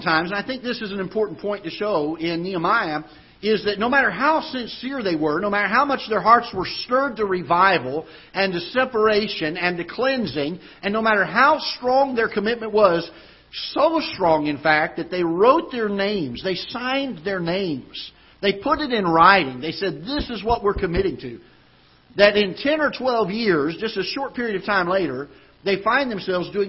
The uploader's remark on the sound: Ketha Heights Baptist Church ~ Live Broadcast